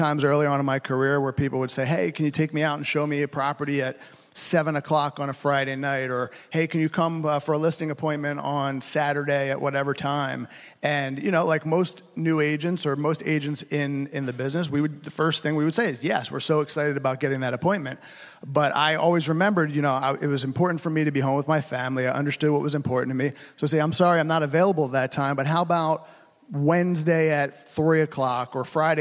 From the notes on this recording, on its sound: a panel of successful local agents at the HyperFast Sales Summit